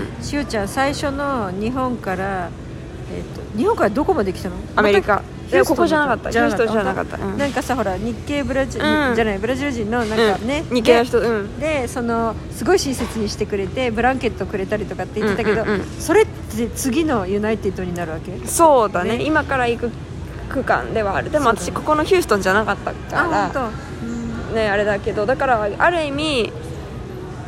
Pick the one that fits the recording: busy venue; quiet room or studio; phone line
busy venue